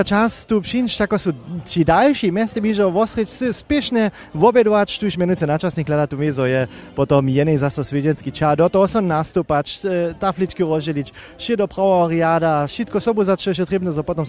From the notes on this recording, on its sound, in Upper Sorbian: Serbski rozhłós originalnje a live na městnje na festiwalnej njedźeli z Chrósćic.